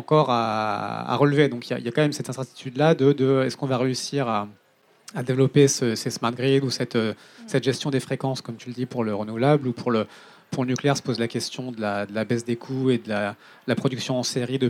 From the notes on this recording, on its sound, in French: Conférence enregistrée en public à la REcyclerie, en partenariat avec le média Futura.